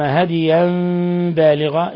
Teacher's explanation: إقلاب تنوين فتح جاء بعده الباء تقلب النون الساكنة ميما مخفى